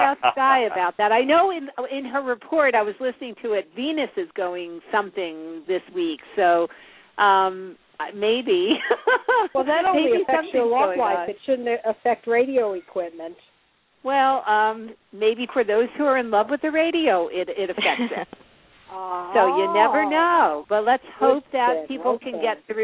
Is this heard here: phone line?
yes